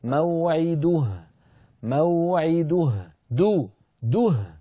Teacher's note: موعده لابد من ضم الدال ضما كاملا، موعده موعده دو دوه، ولا تقول موعده.